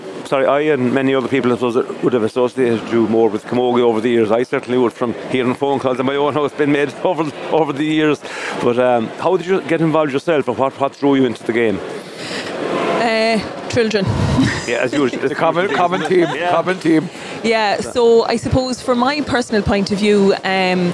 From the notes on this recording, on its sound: SBCR broadcast a three hour show Live from the 60 by 30 alley at Tuamgraney handball club on the final day of the 2023 GAA Handball Irish 4 Wall Nationals that were held in Alleys all over County Clare at the weekend.